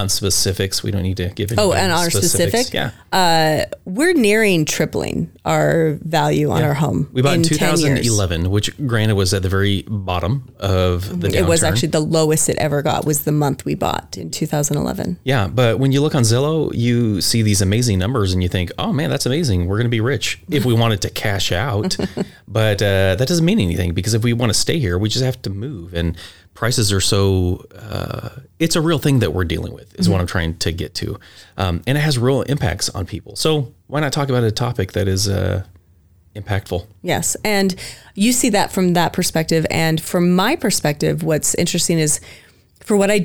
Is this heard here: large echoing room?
no